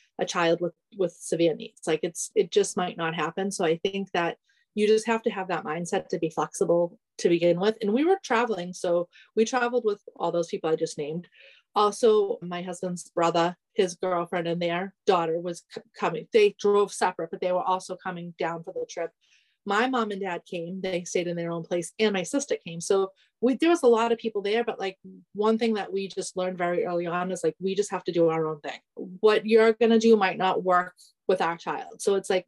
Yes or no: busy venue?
no